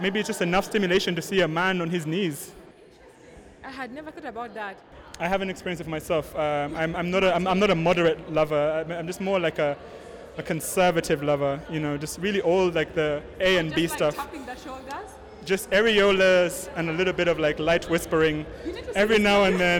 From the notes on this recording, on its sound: We loved it and recorded some audience reactions and also got the chance to talk to the director about it.